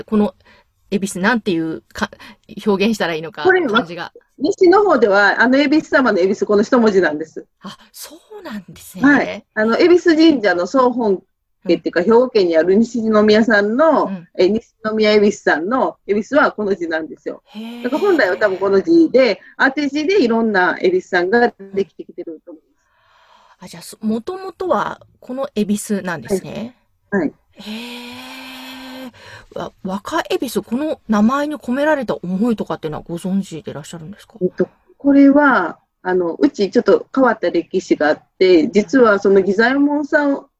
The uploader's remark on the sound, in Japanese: Zoom収録